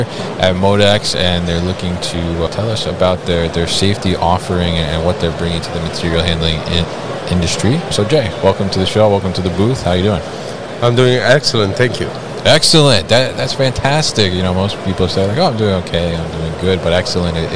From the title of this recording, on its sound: GMR Safety at MODEX 2022